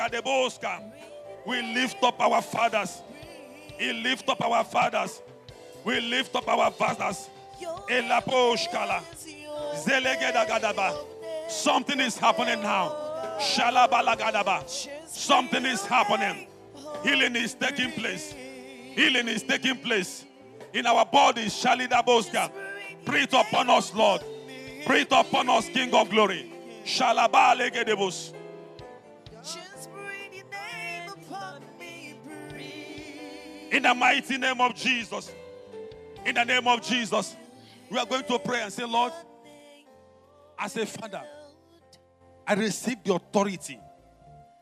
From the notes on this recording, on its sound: preached at the Overcomers Church World Outreach